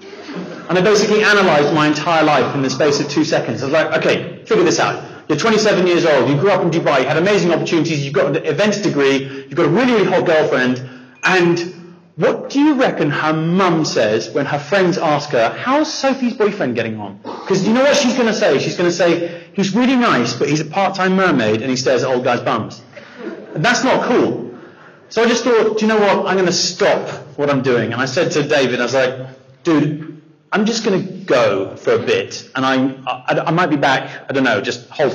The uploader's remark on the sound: Bonus 'live' Episode. Our sold-out 'live' audience in Bournemouth. To speak to our audience of entrepreneurs and start-ups.